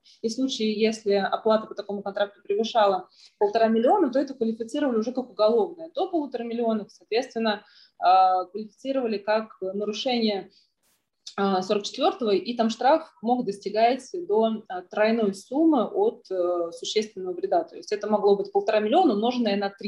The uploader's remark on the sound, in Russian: Zoom-подкаст